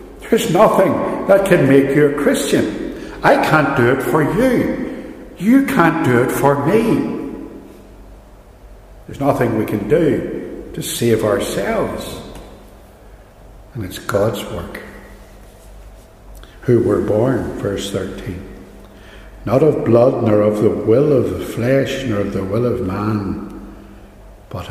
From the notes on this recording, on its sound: a sermon from Ballymacashon, preached on the last Sunday of 2020